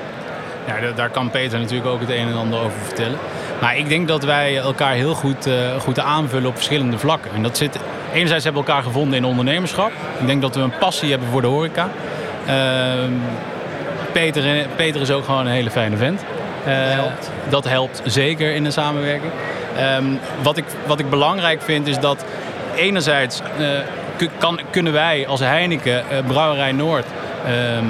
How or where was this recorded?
busy venue